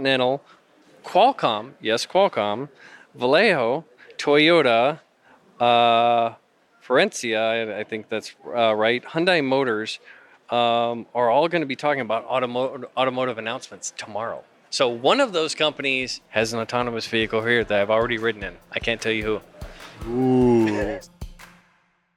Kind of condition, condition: setting, busy venue